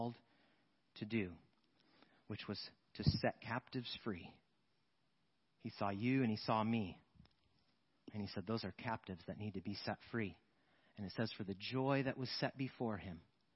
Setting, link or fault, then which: setting, large echoing room